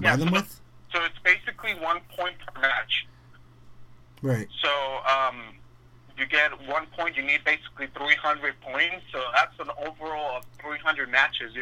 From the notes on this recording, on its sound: The audio is a bit weird since we were in a 3 way call